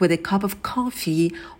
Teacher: В слове cup добавляем придыхание на «к». Coffee также произносим с придыханием.